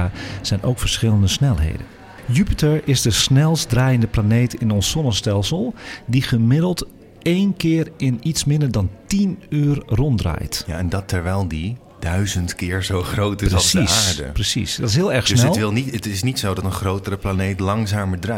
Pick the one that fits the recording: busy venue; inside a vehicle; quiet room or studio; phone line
busy venue